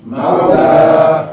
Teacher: And the letter before it, the previous letter, before the Alif Maksura, it has the double fatha. The long A is shortened to A